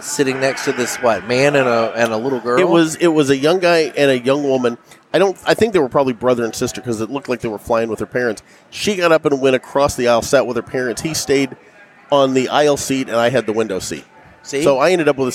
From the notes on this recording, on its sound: Live from Ybor City 2021. We're coming at you Live from the JRE Tobacco Mobile Studios at King Corona in Ybor City! In town for the Cigar Heritage Festival and some general chaos.